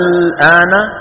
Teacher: لاحظوا حرف المد الألف، ولاحظوا أن الحرف الذي بعدها وهو اللام ساكن غير مشدد · Term: مخفف